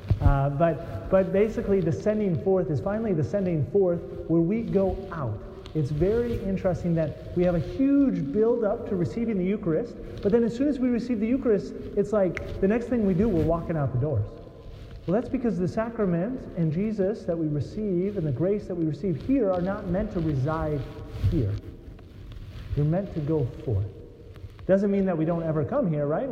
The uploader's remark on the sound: Sorry about the scratchiness of the sound. I had to put the microphone in my pocket which did not help.